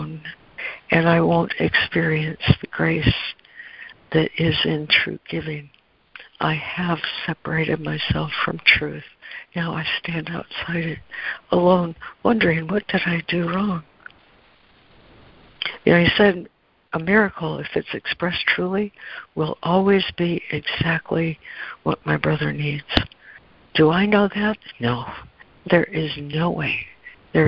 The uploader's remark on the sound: ACIM Daily Conference Call.